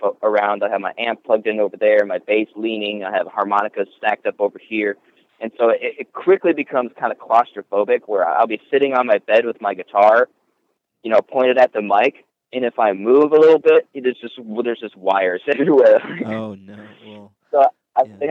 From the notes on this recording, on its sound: We had a chat on the phone a few days ago and caught up